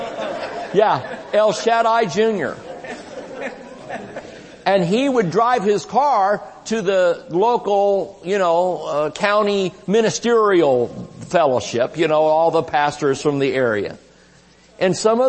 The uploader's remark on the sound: Recorded Live at Shining Light Church.